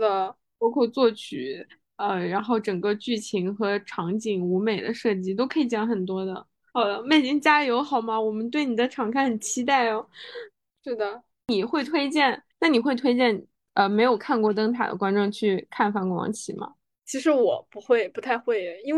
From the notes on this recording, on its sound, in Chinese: 这期依然是远程飞书录制